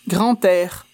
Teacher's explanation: Ah oui, très important, on écrit « grand » avec un « d », mais la liaison, c'est avec le son de « t », c'est-à-dire « grand air ».